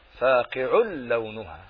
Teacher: هنا إدغام بغير غنة. تنوين وبعد حرف اللام من شبك الحرفين في بعض من غير غنة